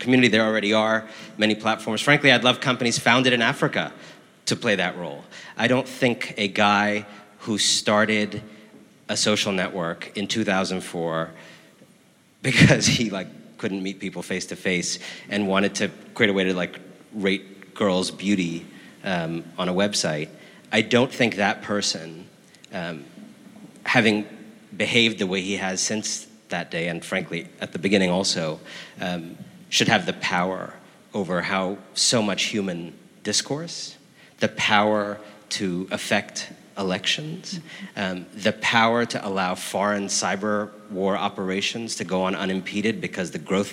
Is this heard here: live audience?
yes